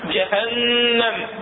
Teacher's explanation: أصلها شنو جهنم سووا هنا بالإدغام بالتماثل الأول ساكن الثاني متحرك صار عندنا جهنم وتبين الشدة وتبين الغنة اللي نعطيها حركتين حتى السامع يعرف أنه هذا النون والمشدد أصل حرفين فنعطيه حركتين هذا العلة هنا مال الشدة.